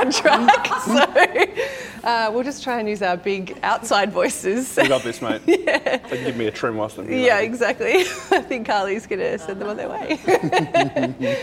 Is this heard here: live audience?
yes